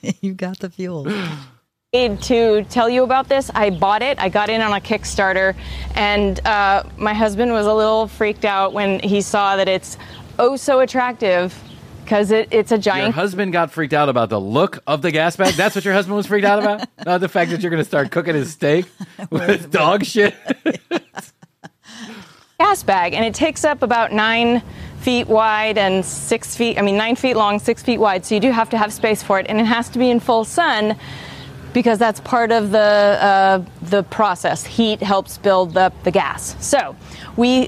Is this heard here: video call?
no